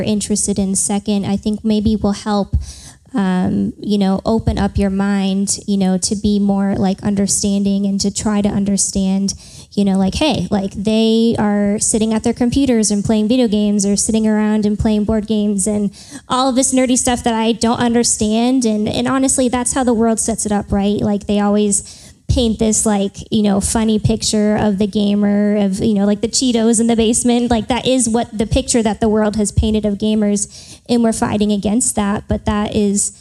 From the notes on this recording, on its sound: live from the first ever Nerd Culture Ministry Summit.